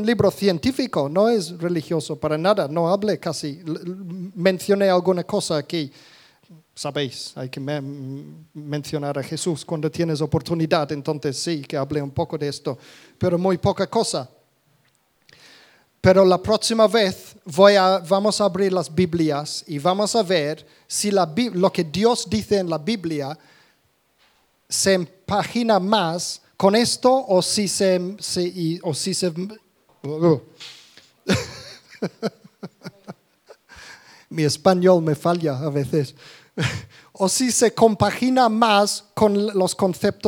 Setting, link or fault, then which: setting, live audience